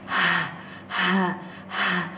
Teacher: this sound ha comes from the bottom of your throat, and it sounds like as if someone has run out of breath